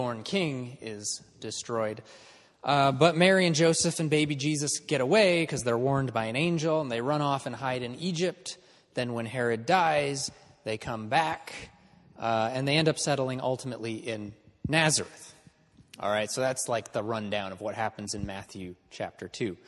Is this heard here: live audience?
yes